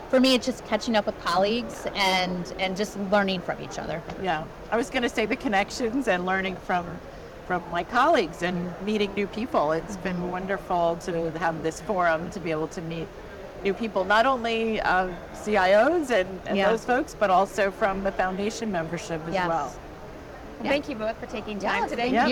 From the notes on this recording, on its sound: Today on the Conference channel, it’s an Interview in Action live from the 2023 CHIME Fall Forum.